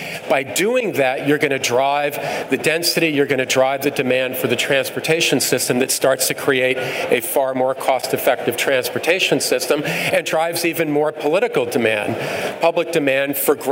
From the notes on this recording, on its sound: UITP Live. Recorded live at the biggest global transit event, UITP.